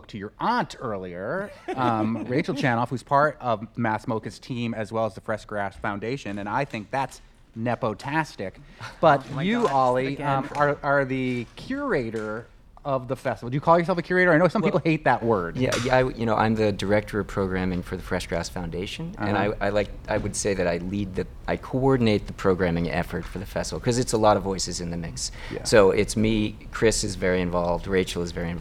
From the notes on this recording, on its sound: LIVE from Freshgrass!! The Fresh Grass Festival opens today at Mass MoCA in North Adams, so we head to the berkshires.